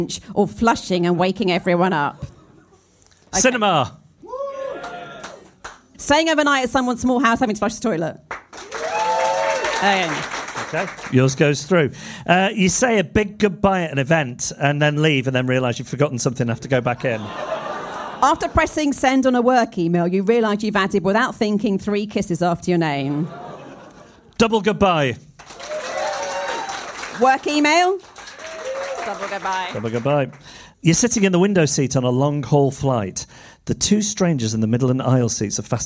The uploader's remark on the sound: LIVE in London. Live at The Drum Labs, London 18/02/2024.